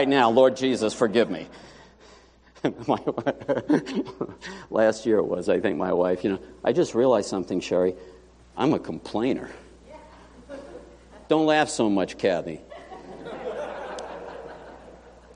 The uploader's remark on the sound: Morning Worship